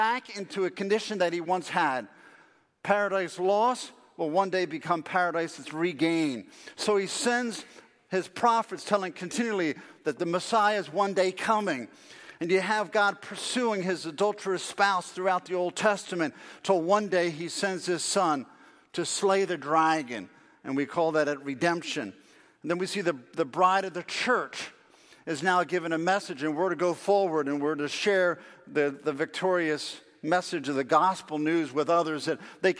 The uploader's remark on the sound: Faith Baptist Church in Hamilton, NJ.